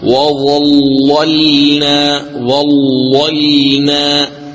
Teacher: واللام الثانية مرققة لأنها ساكنة، إذن تقرأ هكذا وظللنا وظللنا.